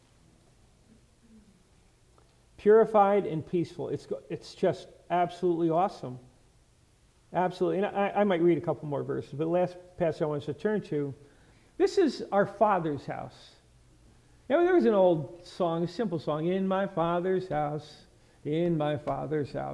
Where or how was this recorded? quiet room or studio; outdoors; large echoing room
large echoing room